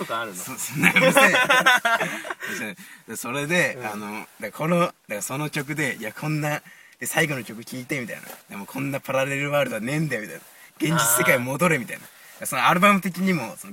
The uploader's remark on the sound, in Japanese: 寒空のした収録した第1回目でございます。